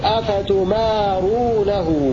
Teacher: بضم التاء وفتح الميم وألف بعدها، هكذا يقرأ باقي القراء غير حمزة والكسائي.